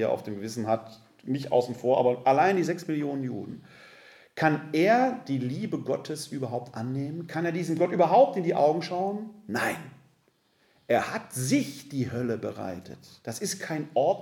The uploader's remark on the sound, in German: In einem Vortrag vor dem ökumensichen Gesprächskreis Rott (Wuppertal-Unterbarmen). Wir präsentieren hier den Mitschnitt des Vortrages.